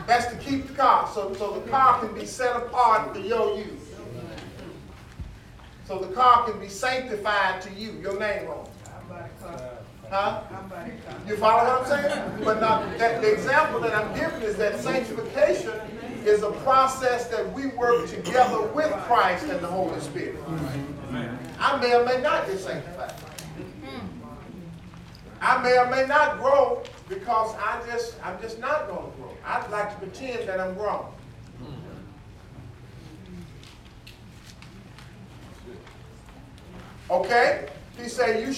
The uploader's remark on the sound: teaching the lesson live in the sanctuary